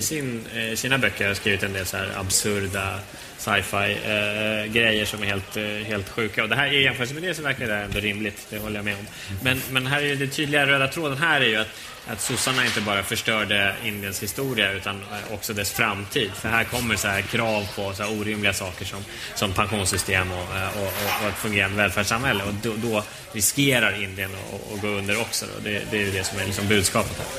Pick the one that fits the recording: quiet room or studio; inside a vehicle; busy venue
busy venue